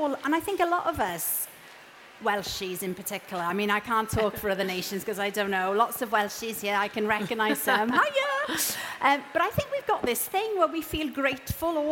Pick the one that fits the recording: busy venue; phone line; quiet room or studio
busy venue